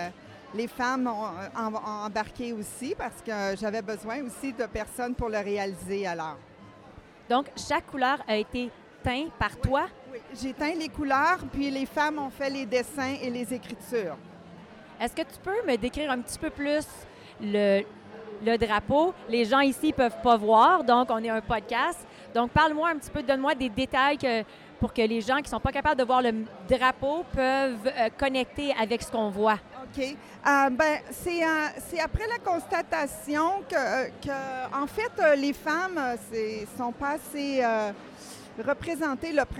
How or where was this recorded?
busy venue